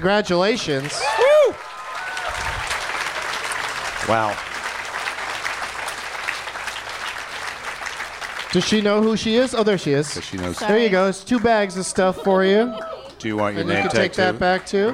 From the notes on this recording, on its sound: Live from the Helium Comedy Club in Portland.